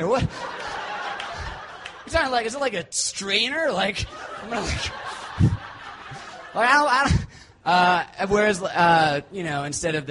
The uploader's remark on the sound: These stories were recorded at The Deer Pile on September 19th, 2013 by our good friends at The Denver Diatribe .